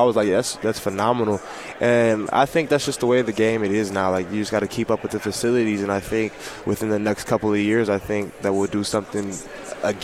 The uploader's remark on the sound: Live from Pac-12 Media Day.